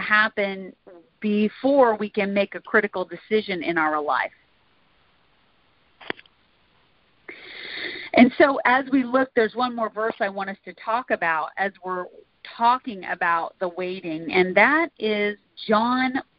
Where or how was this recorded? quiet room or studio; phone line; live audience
phone line